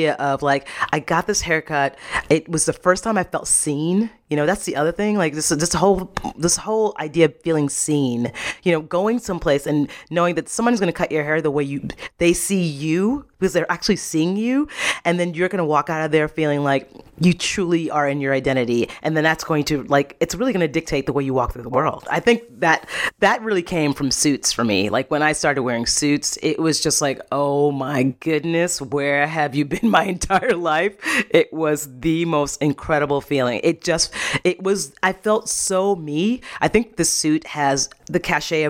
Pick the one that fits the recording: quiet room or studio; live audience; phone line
quiet room or studio